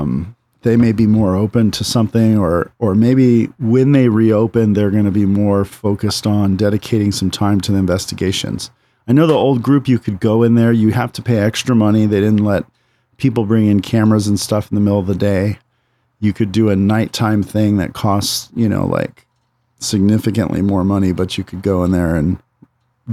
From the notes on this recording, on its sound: Spooks and Spirits Live from The Whaley House in Oldtown San Diego. Live from the porch of the Whaley House at 1am.